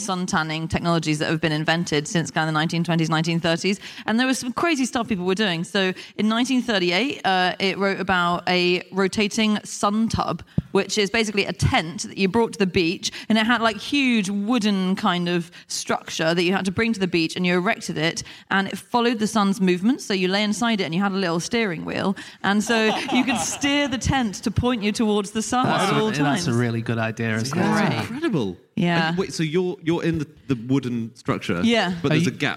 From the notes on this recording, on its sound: Live from Edinburgh